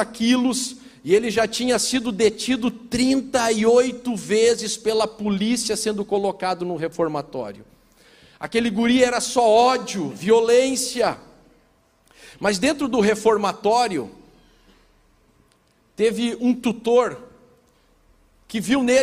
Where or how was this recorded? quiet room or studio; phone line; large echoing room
large echoing room